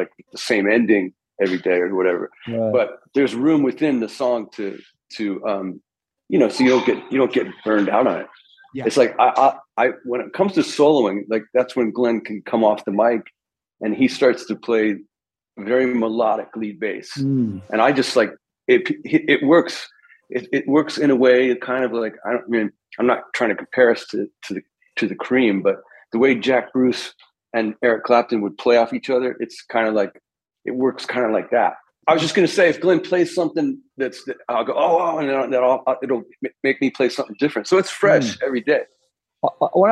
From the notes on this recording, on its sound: back to the Zoom Room